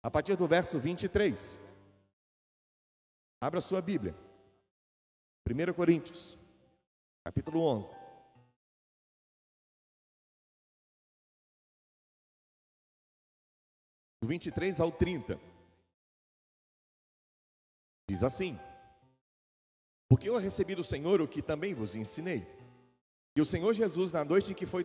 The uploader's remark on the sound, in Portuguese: Gravado ao vivo na igreja.